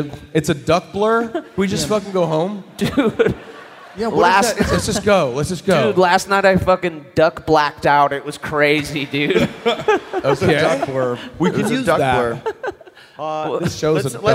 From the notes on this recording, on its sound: Live From Columbus!